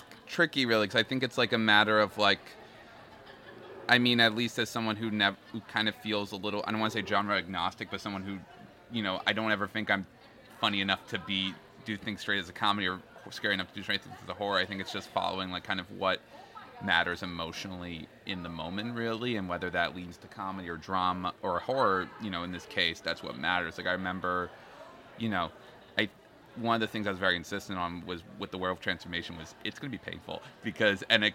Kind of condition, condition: setting, busy venue